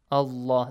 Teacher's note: It has to be pronounced heavily, yes? Allah, the lam has to be pronounced heavily